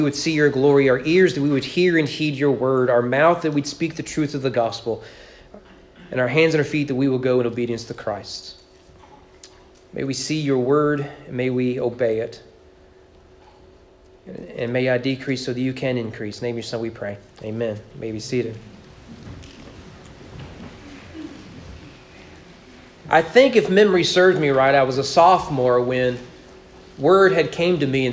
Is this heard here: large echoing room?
yes